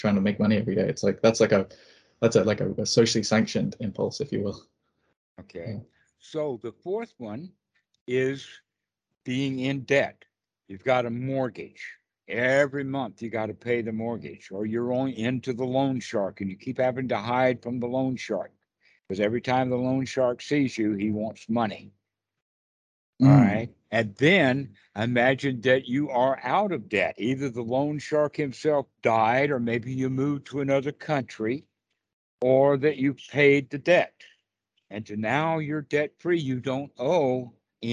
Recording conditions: video call